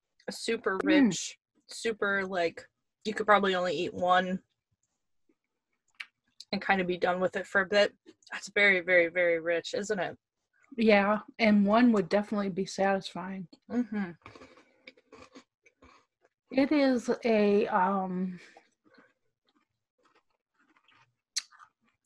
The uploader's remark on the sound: produced via Zoom conference call